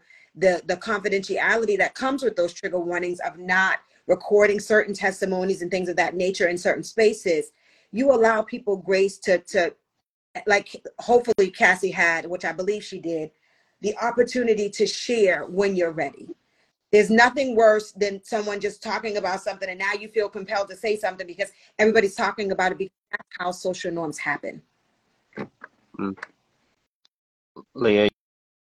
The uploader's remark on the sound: the audio version of our Instagram live edition